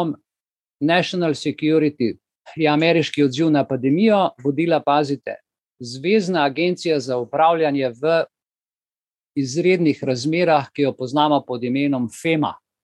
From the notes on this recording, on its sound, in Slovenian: Zoom srečanju, ki je pred vami.